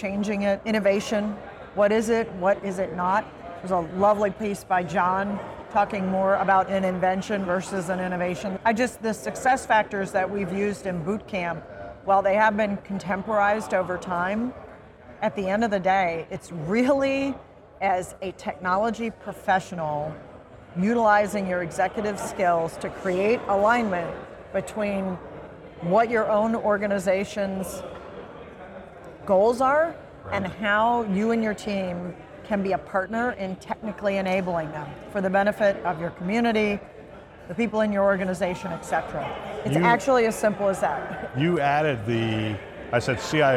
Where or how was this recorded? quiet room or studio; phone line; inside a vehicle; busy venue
busy venue